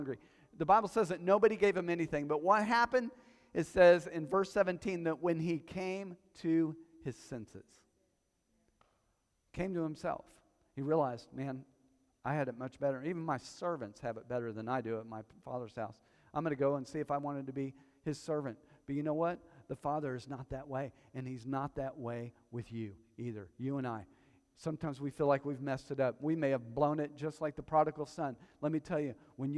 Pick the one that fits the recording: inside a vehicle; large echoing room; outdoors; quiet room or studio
large echoing room